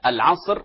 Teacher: فالراء مفخمة في قولك العصر وكذلك خسر في حال الوقف